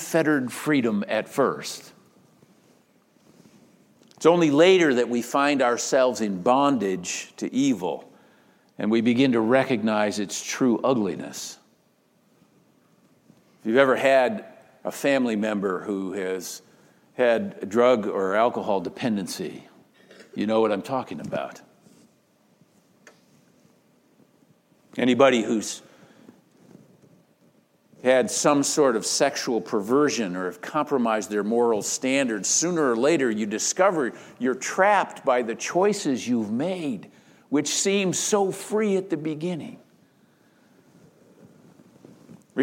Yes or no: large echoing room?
yes